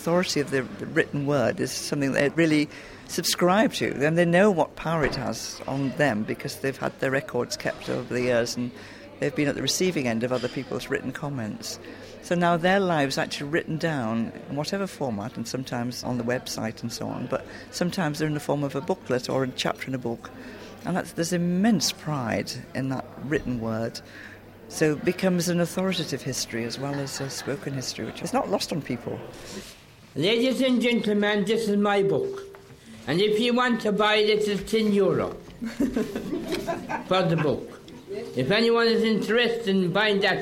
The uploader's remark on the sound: recorded at the Social History of Learning Disability Conference in July 2009